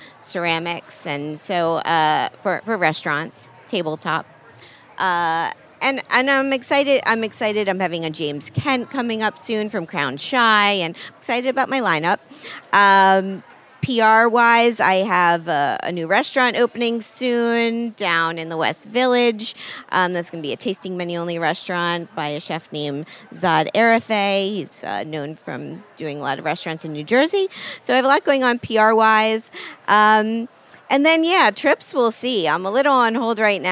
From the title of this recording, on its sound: at Charleston Wine + Food 2020